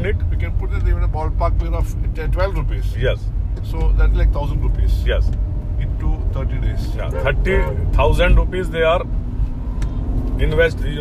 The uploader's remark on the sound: This conversation was recorded while we drove back after a demonstration at Coconut Lagoon, Kumarakom.